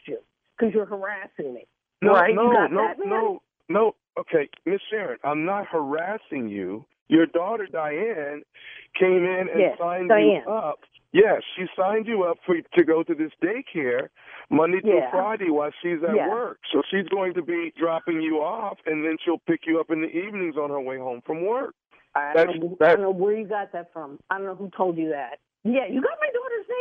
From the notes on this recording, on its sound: This was not your normal prank phone call.